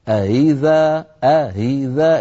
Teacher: هي هذه همزة مسهلة بين الهمزة المحققة والكسرة، أو إن شئت فقل بين الهمزة المحققة والياء، فهي حرف يتردد بين حرفين، حرف يعني بين مخرجين، بين مخرج الهمزة المحققة والألف إن كانت الهمزة مفتوحة، وبين الواو إن كانت الهمزة مضمومة، وبين الياء إن كانت الهمزة مكسورة.